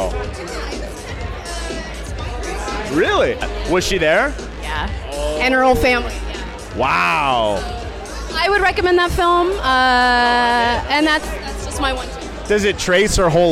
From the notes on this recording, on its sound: Opening Night at Sundance Film Festival. We are LIVE from the SundanceTV HQ red carpet.